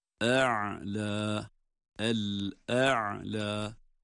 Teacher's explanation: Önce hemze, sonra ayın cezim ile